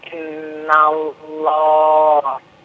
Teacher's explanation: Lafaz Allah dibaca dua harokat.